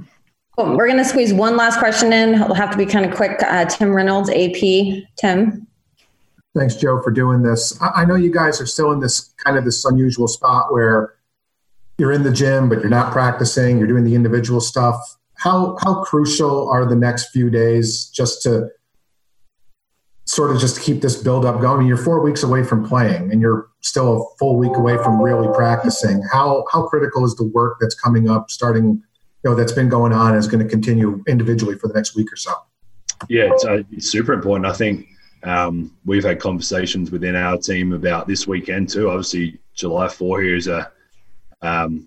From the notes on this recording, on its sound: spoke with the media on Wednesday in a Zoom teleconference